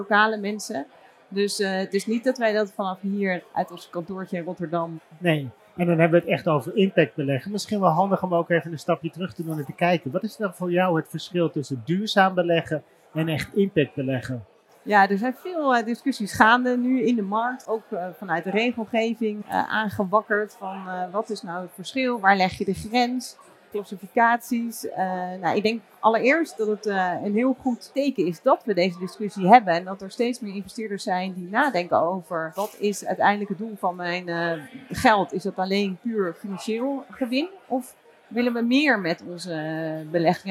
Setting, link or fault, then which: setting, busy venue